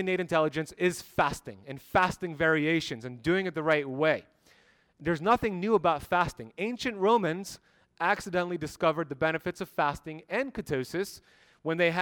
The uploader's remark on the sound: BioHacking Congress Lecture. Live from Las Vegas, Nevada at the BioHacking Congress.